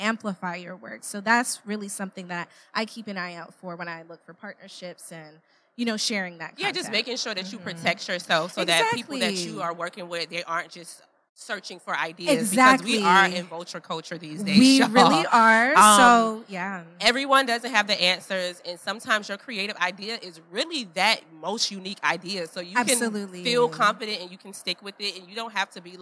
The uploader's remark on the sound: we're live at Afrotech in Austin, TX!